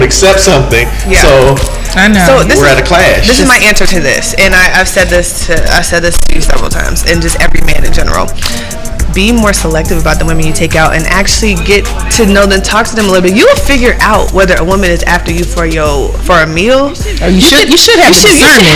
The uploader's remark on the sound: Big thanks to Atlanta City Juice Bar ( ) for letting us record. Big thanks to Atlanta City Juice Bar ( ) for letting us record.